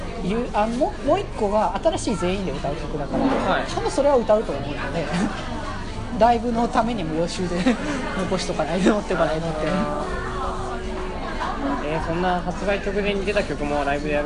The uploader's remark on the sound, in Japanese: 東京デート。初の野外での収録でどきどきでしたが楽しかったですね～。